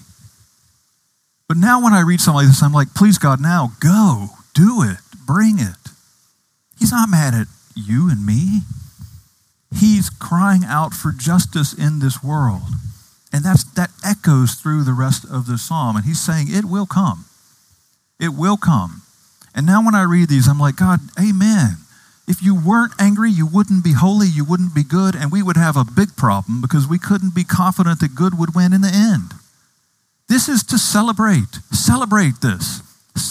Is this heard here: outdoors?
yes